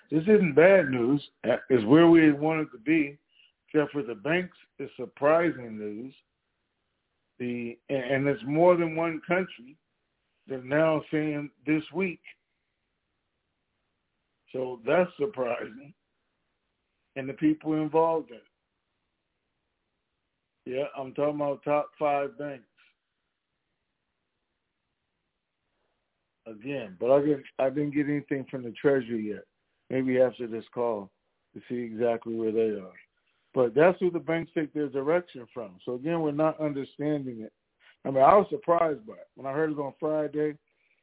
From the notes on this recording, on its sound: TNTSuperfantastic Conference Call.